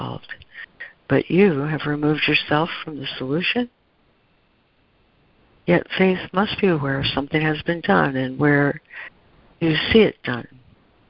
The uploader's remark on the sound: ACIM Daily Conference Call